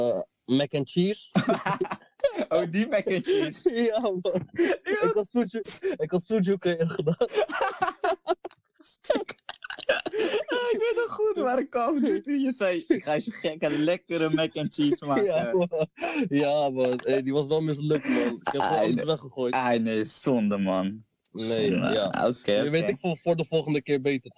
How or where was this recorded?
video call